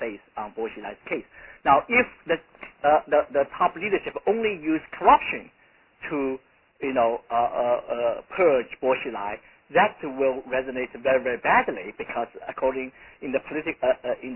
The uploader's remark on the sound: in a conference call